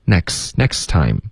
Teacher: next 的这个 T 的音要省略。Okay, next 就可以了。Next, next time.